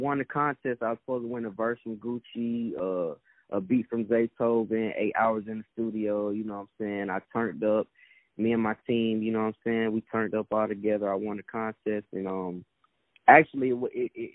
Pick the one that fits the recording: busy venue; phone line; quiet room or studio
phone line